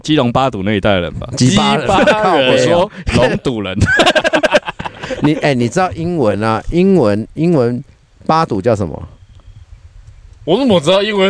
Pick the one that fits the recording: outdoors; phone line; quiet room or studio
outdoors